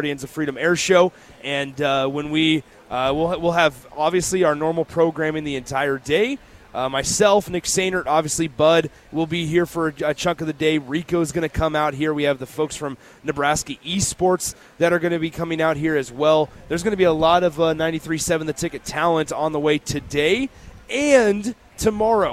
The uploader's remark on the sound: LIVE from Lincoln Airshow